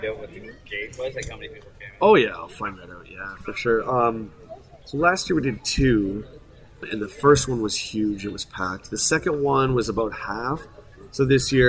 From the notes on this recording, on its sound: It's our first live show! Recorded during Star Wars Day at Storybook Gardens, right here in London. The interviews we conducted during Star Wars Day at Storybook Gardens. (The audio may be a little rough at points - bear with us as we work out the kinks of recording live!).